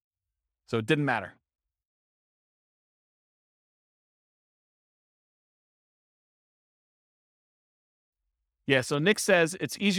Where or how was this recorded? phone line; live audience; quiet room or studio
live audience